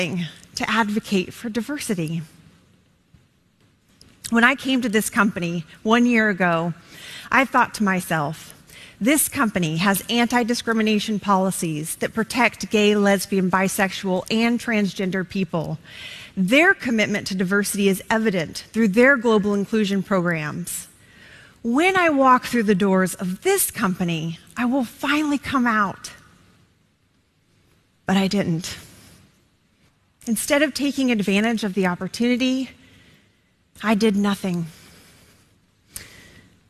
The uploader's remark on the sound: In front of an audience of her co-workers